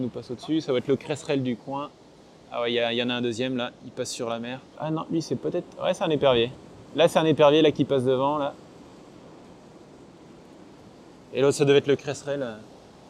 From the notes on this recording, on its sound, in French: Cet épisode a été enregistré le 29 octobre 2023 sur les falaises du Cap Gris Nez, l'un des meilleurs endroits en France pour faire du Seawatch !